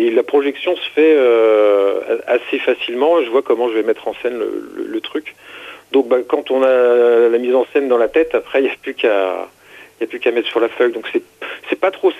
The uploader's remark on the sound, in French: qui reçoit par téléphone le dessinateur